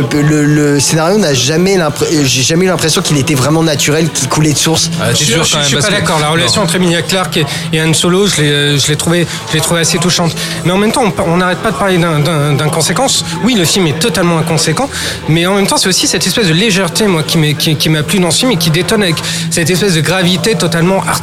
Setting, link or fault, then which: setting, busy venue